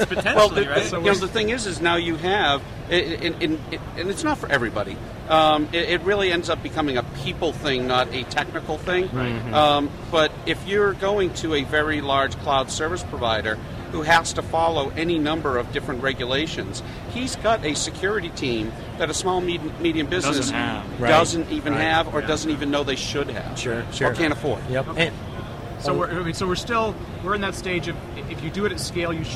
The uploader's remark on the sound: Live from VMworld 2011